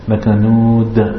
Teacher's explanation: The dal here, it has more vibration when you stop.